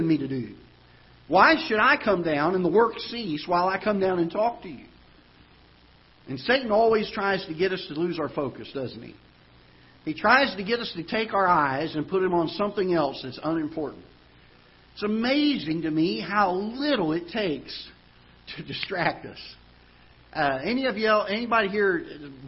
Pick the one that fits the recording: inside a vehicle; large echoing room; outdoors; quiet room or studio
large echoing room